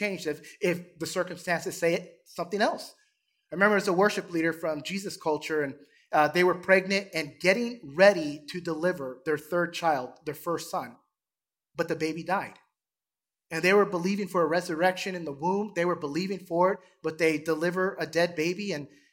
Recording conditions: large echoing room